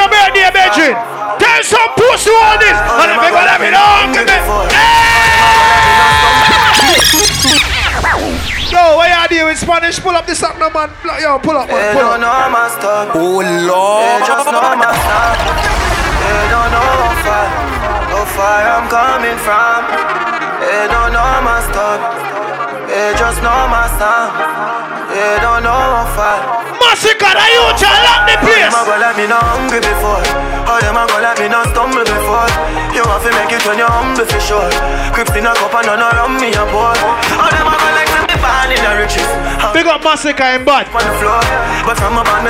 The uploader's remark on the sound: Live Audio Of The Meet And Greet